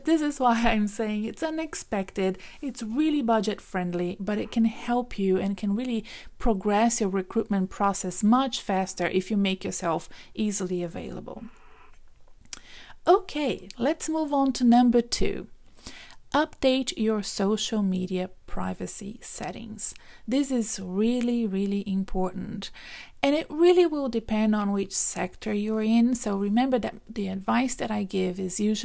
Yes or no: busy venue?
no